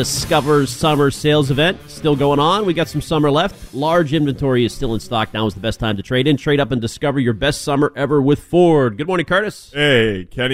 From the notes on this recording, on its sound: Live from Fenway.